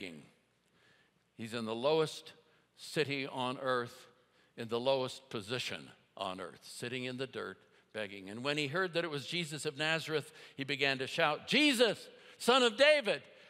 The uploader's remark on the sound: at Timberline Church - Audio